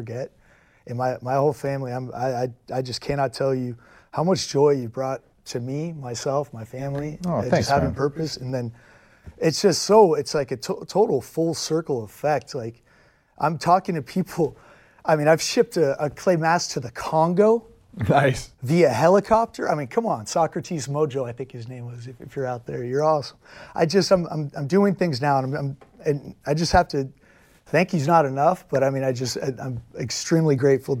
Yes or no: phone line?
no